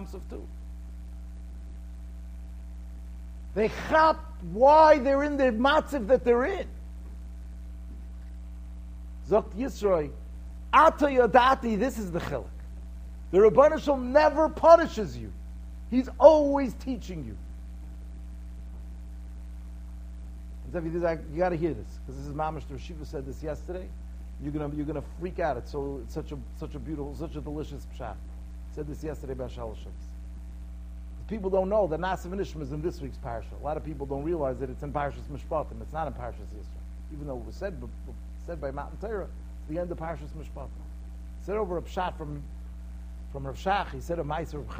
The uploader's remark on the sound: Shiur recorded in Yeshivas Ohr Reuven, Monsey, NY.